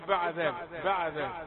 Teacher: الباء مكسوره تاخد شيء من الفتحه